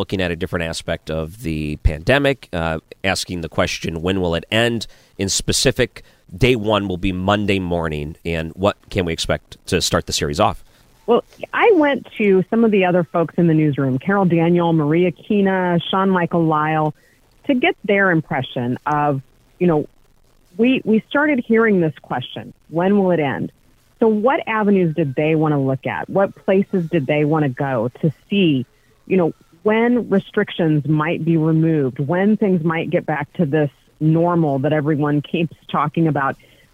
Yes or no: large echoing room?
no